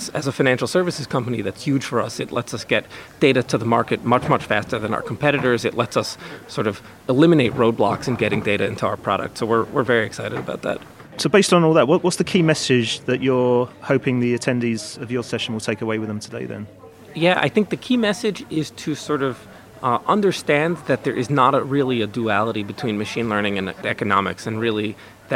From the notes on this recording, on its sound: Recorded in partnership with CFA UK from their Fintech Interactive Forum, 'Asset management: Rise of the machines', at the offices of Inmarsat in London.